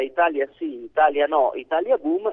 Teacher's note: infatti sono tutti quinari tronchi, cioè sono versi che hanno l'ultimo accento sulla quarta sillaba